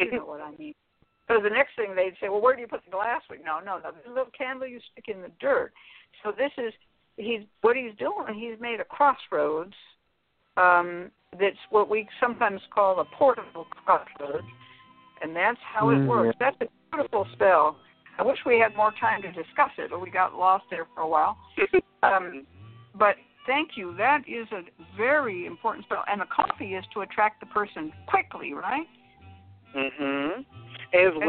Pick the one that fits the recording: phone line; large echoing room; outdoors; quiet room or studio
phone line